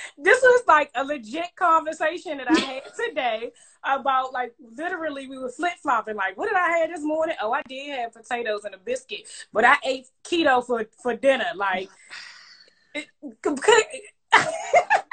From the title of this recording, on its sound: Wellness Wednesday IG LIVE